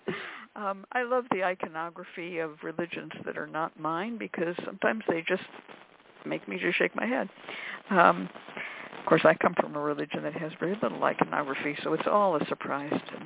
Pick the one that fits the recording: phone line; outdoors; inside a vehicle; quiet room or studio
phone line